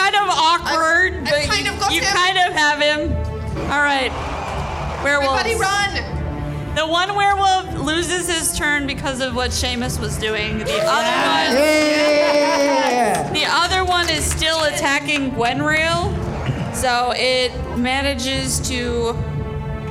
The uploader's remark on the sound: This episode was recorded live at Grand Rapids Comic-Con.